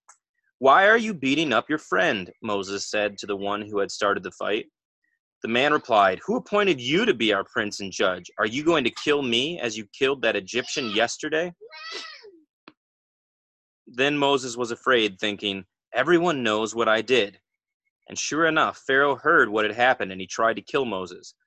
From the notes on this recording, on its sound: Liminal Spaces Recording of Zoom Meeting from May 5th 2020